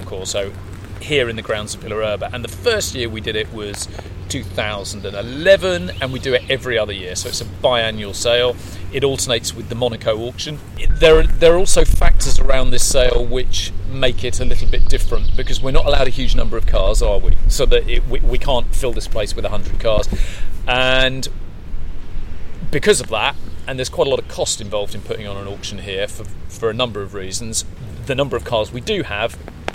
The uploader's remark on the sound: we bring you the sights and sounds of what is probably Europe’s most beautiful car auction – our sale at Villa Erba on the banks of Lake Como.